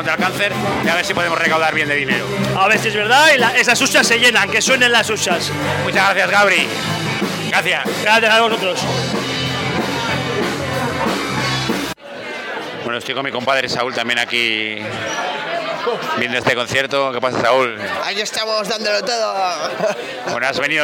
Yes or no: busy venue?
yes